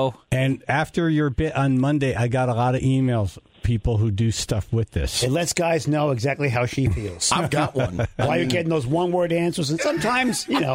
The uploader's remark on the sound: Was on the phone to help the Tribe with their last-second tax questions.